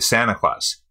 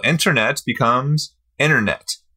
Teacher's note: You can say that, of course, but it's very common for natives to say Santa Claus. So we reduce the T on words that have NT. For example, internet becomes internet.